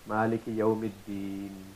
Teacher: through converting the short harakat on the last alphabet into a sukoon · Term: waqf